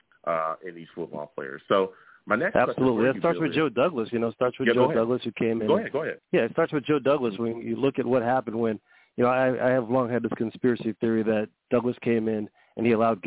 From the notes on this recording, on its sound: I take live callers as well!